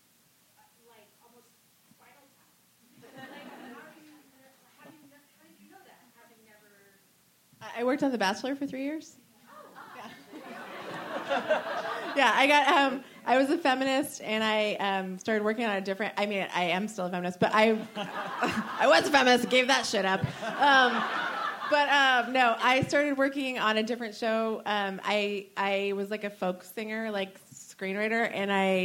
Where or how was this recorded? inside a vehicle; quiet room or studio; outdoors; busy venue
busy venue